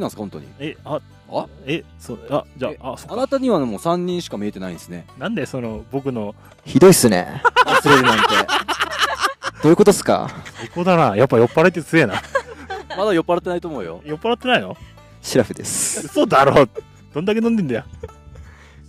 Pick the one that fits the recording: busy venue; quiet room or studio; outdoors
outdoors